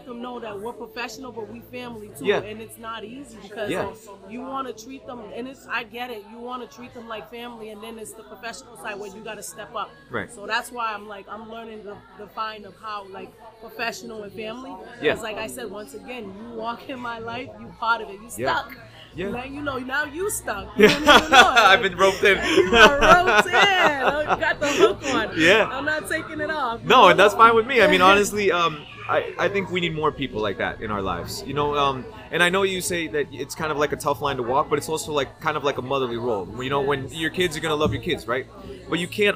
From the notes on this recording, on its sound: live from the recent 'No Judgement Foundation' drive